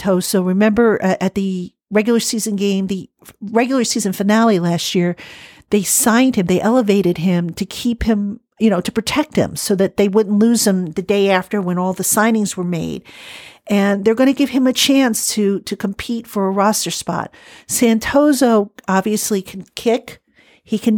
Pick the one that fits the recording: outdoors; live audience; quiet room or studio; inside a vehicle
quiet room or studio